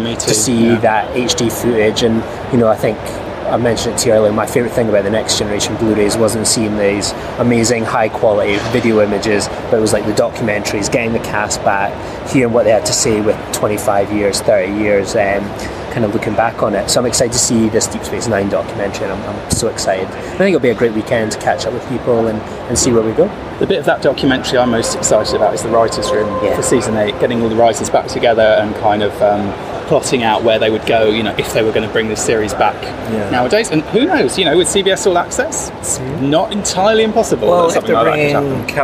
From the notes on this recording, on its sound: In this special episode of Primitive Culture, recorded at the Destination Star Trek convention in Birmingham, UK.